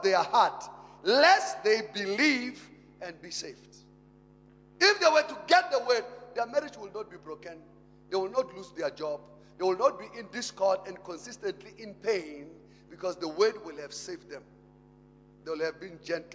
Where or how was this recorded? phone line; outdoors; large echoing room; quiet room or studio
large echoing room